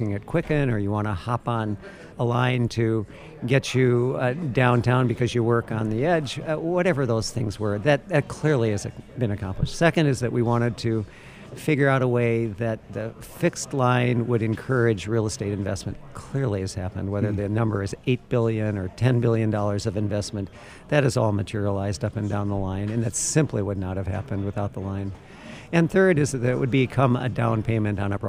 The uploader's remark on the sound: from the 2019 Mackinac Policy Conference